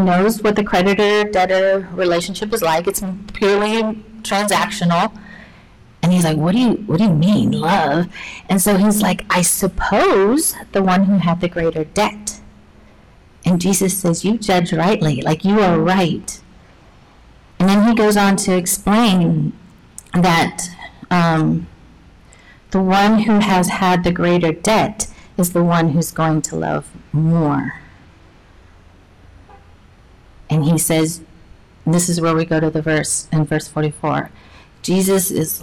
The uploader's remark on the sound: Due to technical difficulties, the audio quality is not up to our standards.